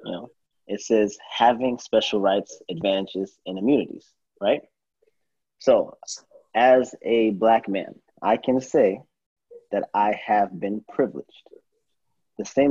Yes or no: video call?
yes